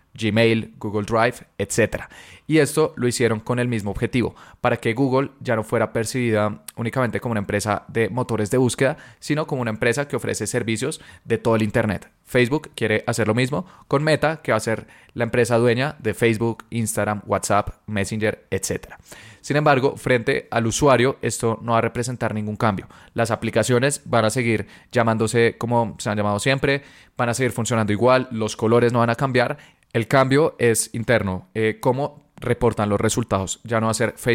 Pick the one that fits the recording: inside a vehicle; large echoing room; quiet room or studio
quiet room or studio